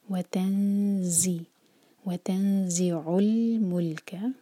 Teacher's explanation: وَتَن، دو seconds کا ٹائم اور پھر اس کے بعد ز، اور جب ہم اخفا کرتے ہیں تو نون کے مخرج کو ٹچ نہیں کریں گے، زبان کو فلیٹ رکھیں گے. وَتَنزِ، وَتَنزِعُ الْمُلْكَ، لام ساکن پر جھٹکا نہ آئے، کیا لائٹ.